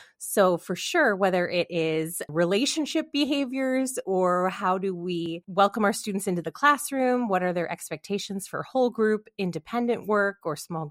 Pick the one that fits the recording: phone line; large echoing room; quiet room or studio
quiet room or studio